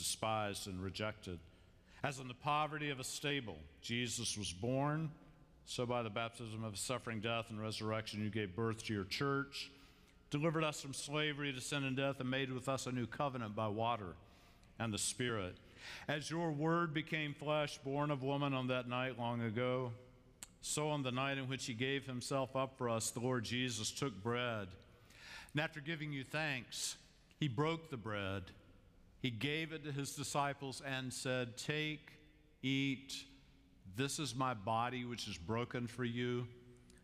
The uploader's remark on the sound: Christmas Eve Candlelight. Live from Myers Park United Methodist Church in Charlotte, North Carolina.